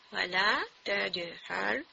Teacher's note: سو قلقلہ کی صفت کی وجہ سے جیم کی ساؤنڈ ہمیں پتہ چل رہی ہے